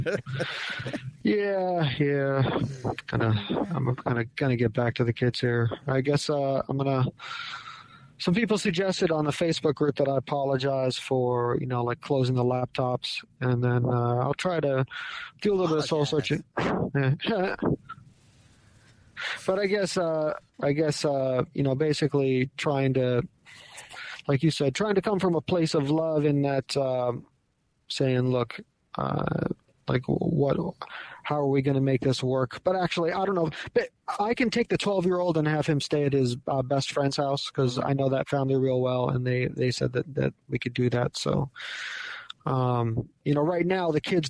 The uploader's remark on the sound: THE PHONE CONVERSATION THAT TURNED INTO A PODCAST